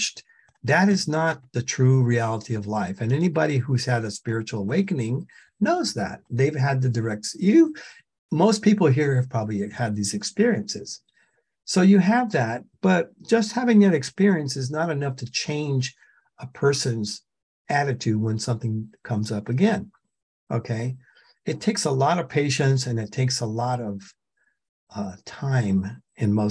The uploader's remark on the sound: The shows are now all hosted on Zoom.